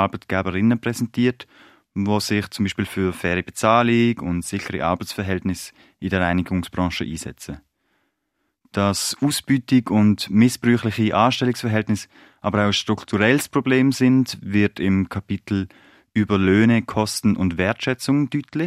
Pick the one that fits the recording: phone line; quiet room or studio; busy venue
quiet room or studio